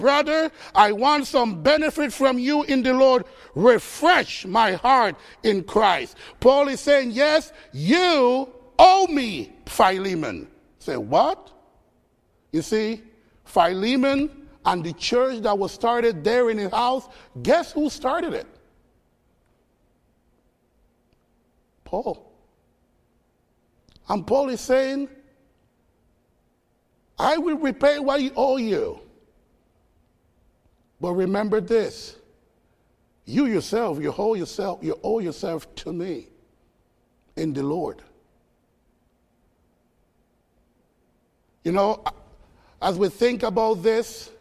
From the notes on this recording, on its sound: Faith Baptist Church in Hamilton, NJ.